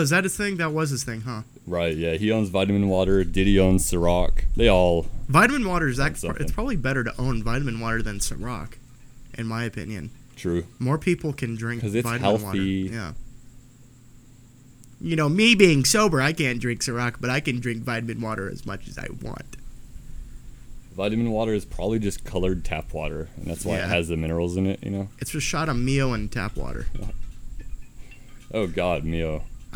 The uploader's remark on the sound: We outside on this one and a storm’s a brewin’.